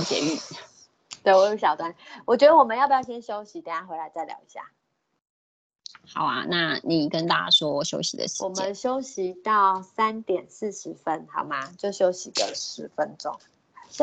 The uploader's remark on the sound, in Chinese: 此為線上課程錄音檔